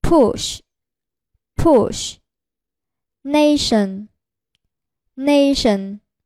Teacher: 舌身抬起，靠近硬腭，舌端抬向上齿龈，形成狭长通道，气流由此通过，双唇稍微收圆并略突出，声带不振动 · Term: 摩擦音 sh · IPA: ʃ